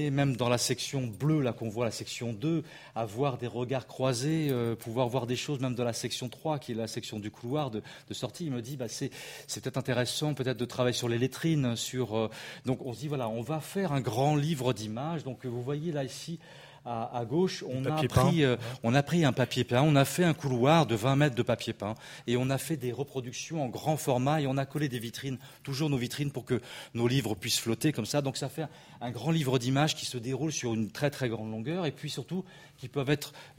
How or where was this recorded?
live audience